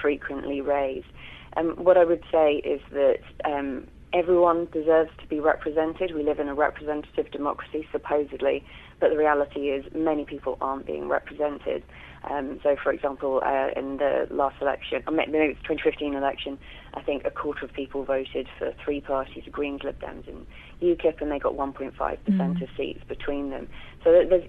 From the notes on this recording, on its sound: was also on the phone